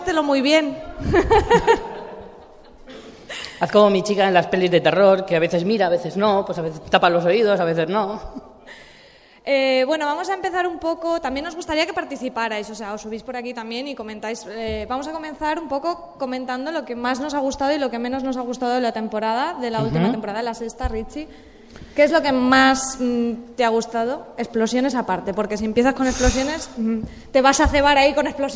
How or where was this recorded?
live audience